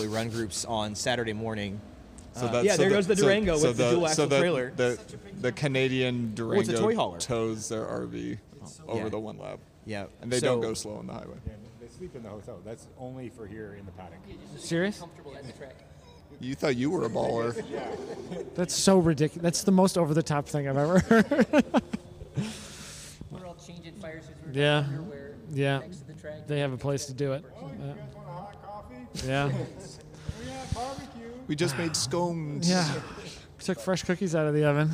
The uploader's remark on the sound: headed north for the day to visit beautiful Blackhawk Farms raceway and record with many friends and previous guests competing in One Lap of America